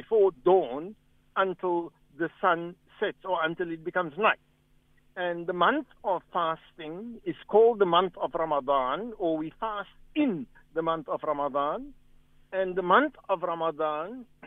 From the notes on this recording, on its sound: Guest on the phone